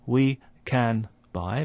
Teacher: where the N sound at the end of can is just before a B, so it starts to resemble a M sound